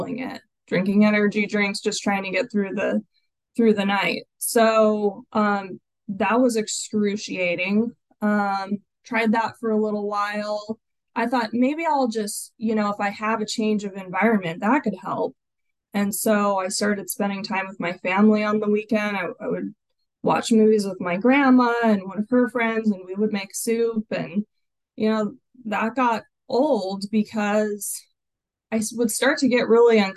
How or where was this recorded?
video call